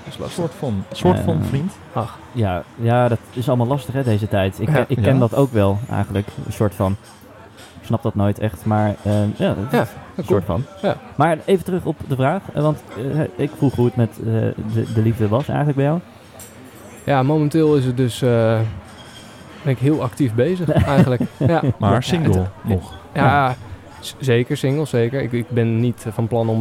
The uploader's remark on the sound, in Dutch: LIVE BIJ DE GOEDE GOOIER